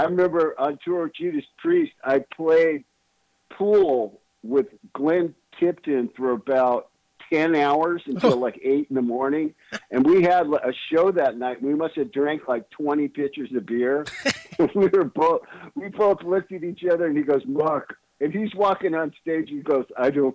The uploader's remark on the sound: called